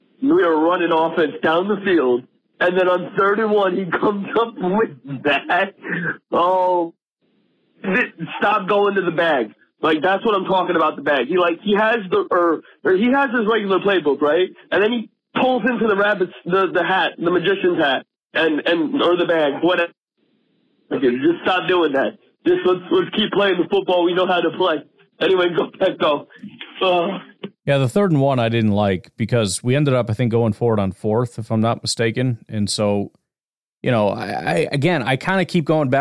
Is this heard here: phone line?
yes